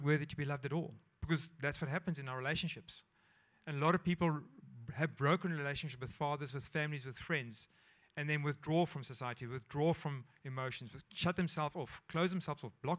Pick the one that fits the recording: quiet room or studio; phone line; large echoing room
large echoing room